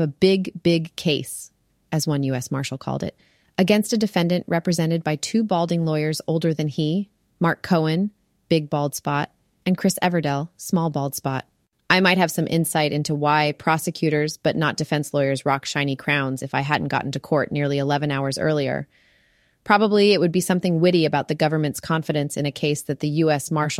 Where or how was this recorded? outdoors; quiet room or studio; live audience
quiet room or studio